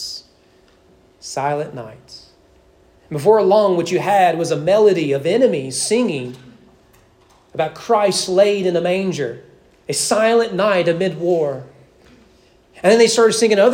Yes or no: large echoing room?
yes